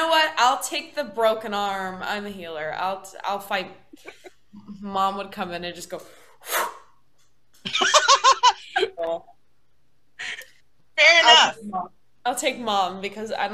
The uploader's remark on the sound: Post-Season 3 Zoom Party